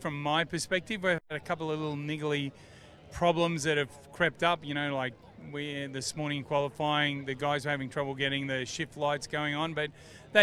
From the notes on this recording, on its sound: Live from the Newcastle 500!